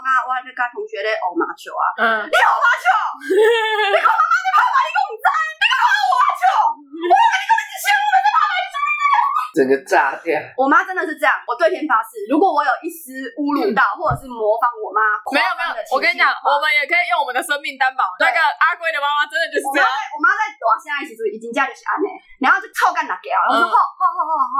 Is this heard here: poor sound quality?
yes